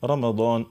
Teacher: سهلة برشا، إذا كانت أول حاجة تكون مفتوحة، مثلا رمضان الراء مفتوحة نفخموها، يعني صوتها يكون خشين شوية · Term: تفخيم الراء